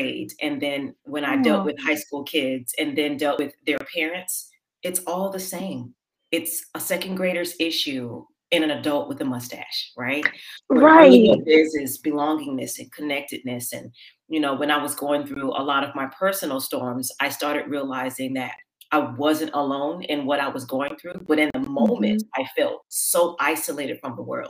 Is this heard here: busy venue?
no